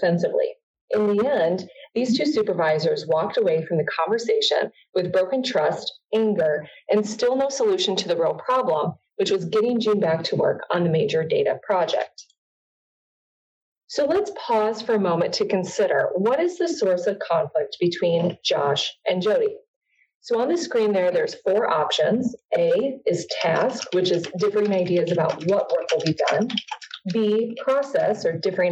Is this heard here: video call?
yes